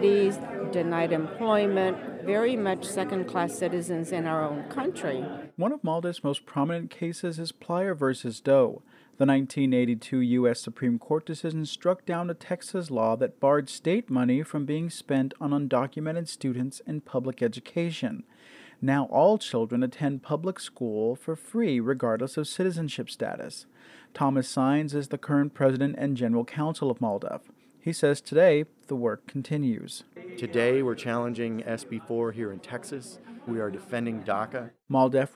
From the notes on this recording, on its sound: We’re there, broadcasting live from the Texas Tribune Festival. Today we’re coming to you from one of the most iconic streets in Texas: Congress Avenue in Austin.